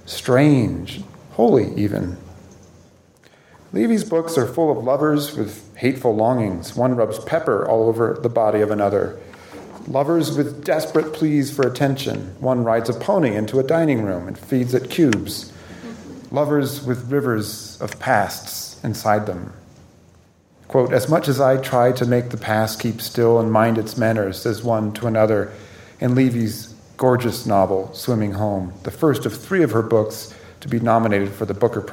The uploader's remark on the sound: Recorded at the Lensic Theater in Santa Fe, New Mexico